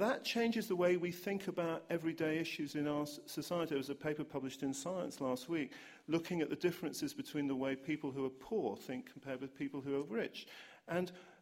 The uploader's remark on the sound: Questions from the audience